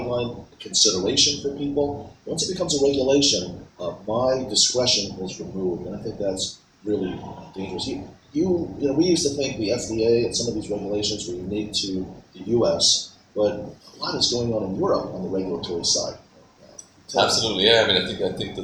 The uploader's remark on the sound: Recorded at ASCRS